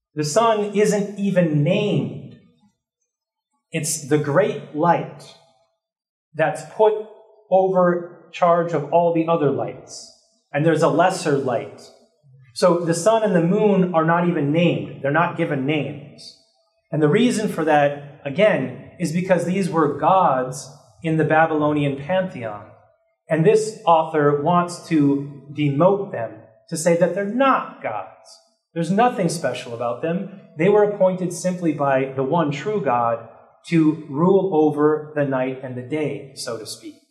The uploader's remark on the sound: This lecture was given on May 2nd, 2023, at the University of Washington.